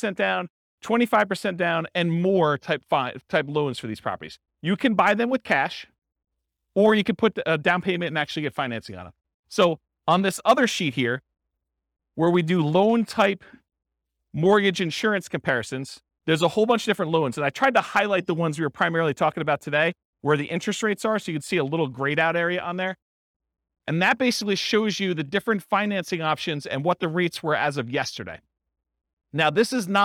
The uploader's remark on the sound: This was a live class recorded